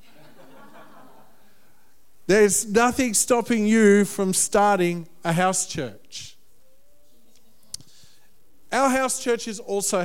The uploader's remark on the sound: The full audio recording of Vision Sunday held on Saturday 2nd Feb 2020. This largely untouched recording contains every key point from Vision Sunday.